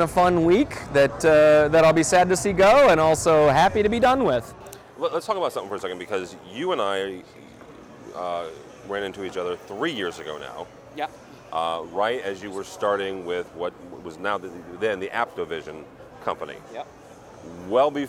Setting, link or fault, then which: setting, busy venue